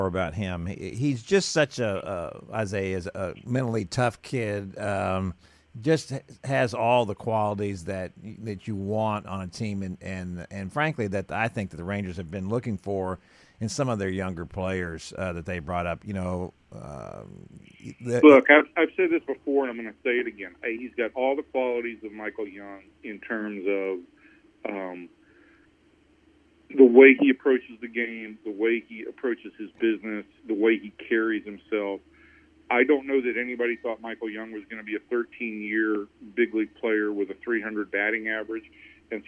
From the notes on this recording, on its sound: calls in from Texas' spring training in Surprise, Ariz.